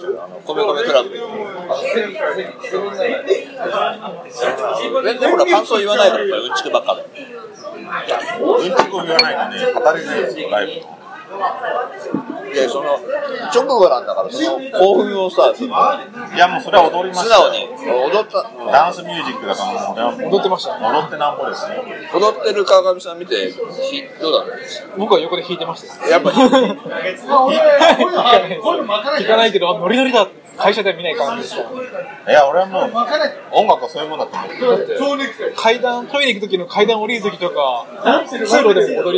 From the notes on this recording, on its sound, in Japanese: 今回は立ち呑みいろはからライブ直後の録音です。